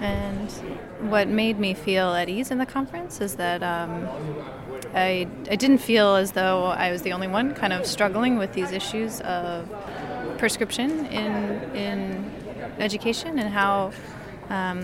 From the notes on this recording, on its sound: Live from day two of NCBDS 31. Special "live" conference podcasts.